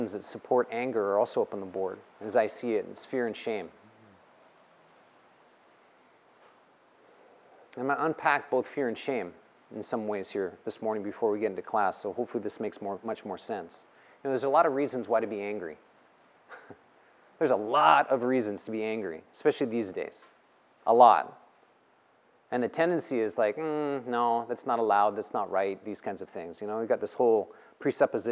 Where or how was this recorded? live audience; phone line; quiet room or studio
live audience